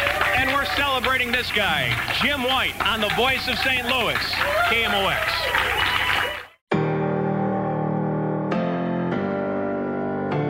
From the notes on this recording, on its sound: Signed off for the last time on KMOX. A live broadcast at the Summit Restaurant in downtown St.